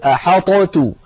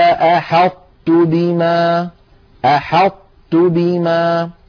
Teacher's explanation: يقرع اللسان مخرج الطاء من غير قلقلة، ثم لما يفتح لا يفتح على طاء بل يفتح على تاء · Shown in: second take · Term: صفة الإطباق